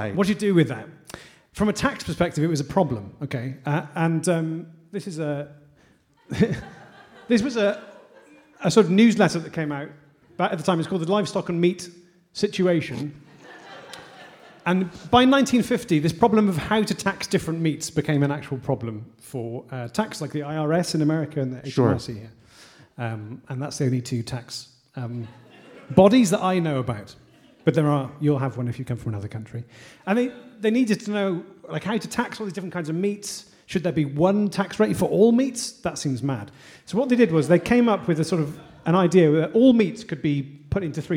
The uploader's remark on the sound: This week's episode was recorded LIVE from the London Podcast Festival!